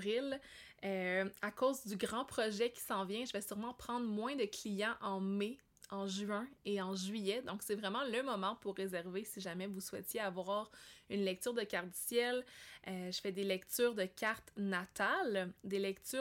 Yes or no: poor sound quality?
no